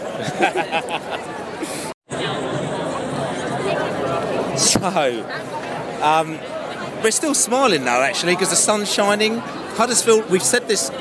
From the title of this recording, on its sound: Post-match podcast from the pub (in the street)